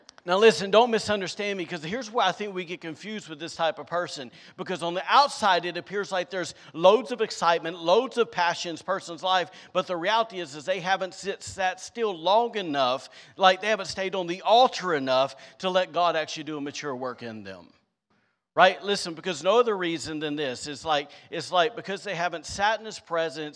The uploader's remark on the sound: Was recorded on Sunday, October 16th, 2022, during service at The Anchor Church in Rockport, Maine.